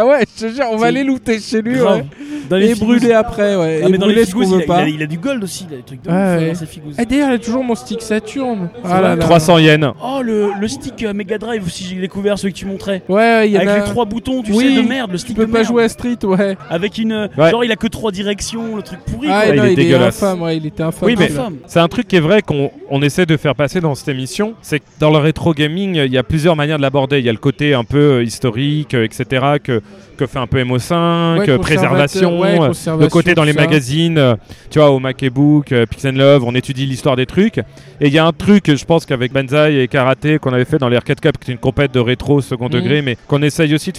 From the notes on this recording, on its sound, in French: Lors de la Retrogaming Play, notre équipe a enregistré une série d’interviews